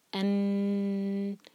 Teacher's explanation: ان نون کی آواز کو پورا ناک میں لے گئے اور 2 حرکات لمبا کیا